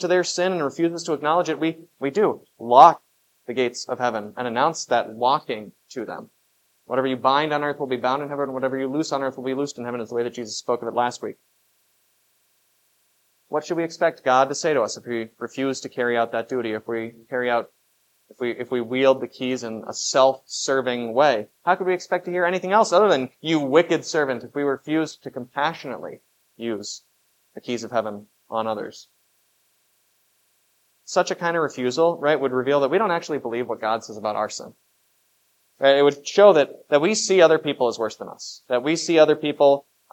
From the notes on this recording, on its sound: was preached at Grace of God Lutheran on September 17, 2023